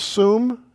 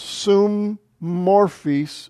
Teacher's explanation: Summorphus. Notice the holding of the double mem. · Shown in: second take · Instead of sum, it's summorphus.